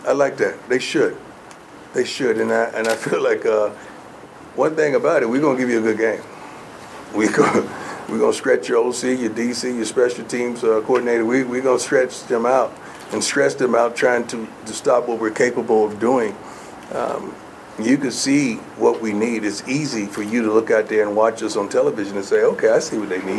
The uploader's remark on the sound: Post-game press conference